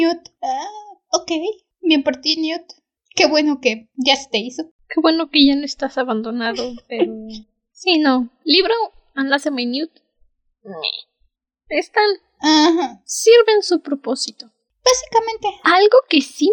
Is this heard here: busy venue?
no